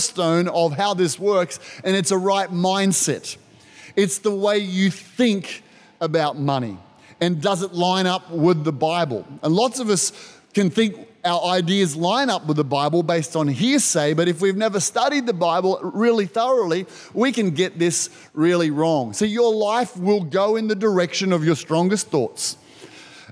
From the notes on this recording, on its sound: This was recorded in our 9am service on the 27th of February, 2022